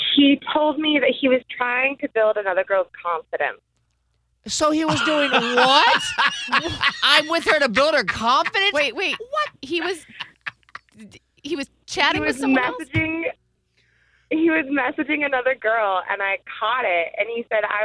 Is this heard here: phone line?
yes